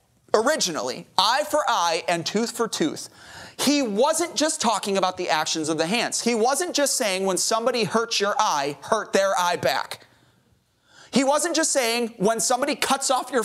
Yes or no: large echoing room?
yes